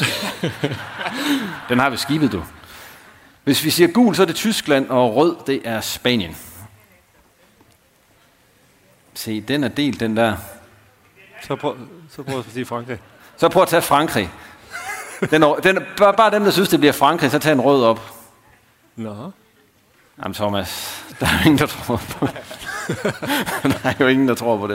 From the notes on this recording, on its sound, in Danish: som blev optaget direkte på scenen i Arena Nord i forbindelse med, uddelingen af Den NORDJYSKE idrætspris